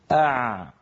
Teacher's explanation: مثلا نقول هكذا أع، رأيتم كيف رجع لسان المزمار أع. فهكذا لما يرجع لسان المزمار يتضيق المخرج، فيخرج صوت العين الفصيحة سواء كان ساكنا أو متحركا. · لسان المزمار يعود إلى الخلف لما ننطق العين. مثلا نقول هكذا أع، رأيتم كيف رجع لسان المزمار أع.